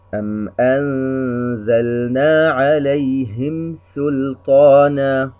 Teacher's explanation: ميم ساكنة وبعدها حرف السين، إظهار شفوي